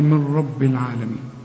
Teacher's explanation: ادغام كامل بدون غنه، يعني النون بتخش في الراء ما بتبنش، وانا بريحك بقول لك كأن النون غير موجودة اشبك للميم مع الراء، قول لي من رب العالمين، والراء مفخمة، العالمين بعد العين اهي الالف.